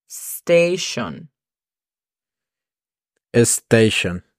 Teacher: Cuidado con la E, que siempre se mete.